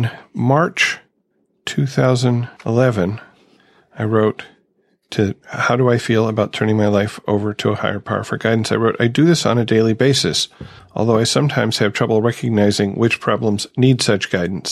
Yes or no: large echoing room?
no